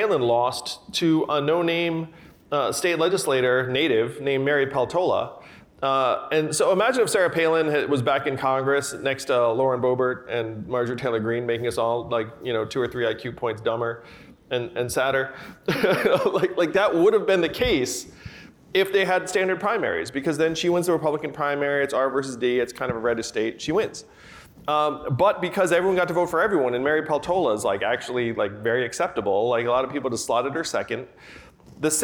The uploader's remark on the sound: We listen in on a conversation with the entrepreneur-turned-politician. Conversation from the Crosscut Ideas Festival.